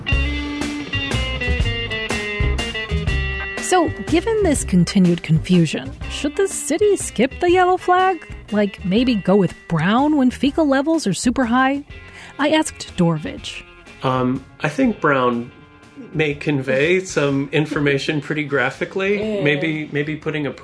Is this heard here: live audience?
no